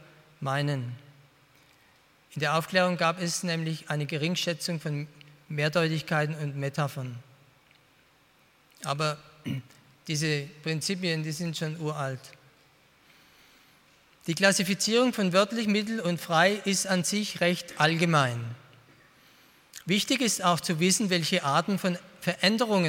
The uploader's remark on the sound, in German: bei einer Veranstaltung der Internationalen Hochschule Liebenzell (IHL)